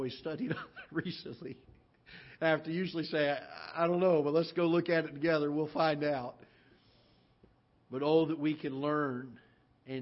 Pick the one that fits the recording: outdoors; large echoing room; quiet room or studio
large echoing room